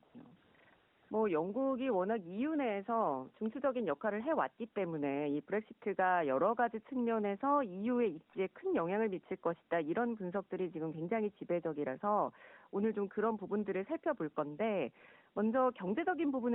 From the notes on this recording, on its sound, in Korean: YTN라디오, 세계를 만나는 시간 전화 인터뷰.